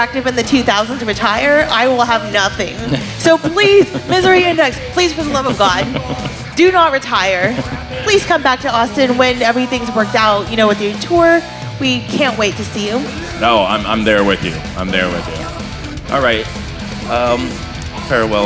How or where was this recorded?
busy venue